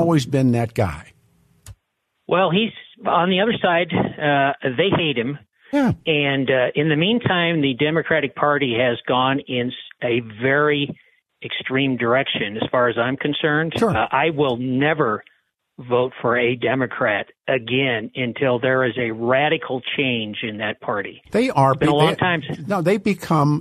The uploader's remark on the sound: Open phone lines continue